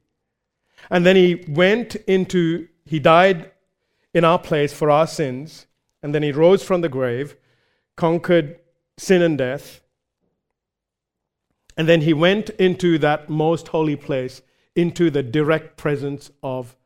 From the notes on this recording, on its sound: recorded live at Grace Community Bible Church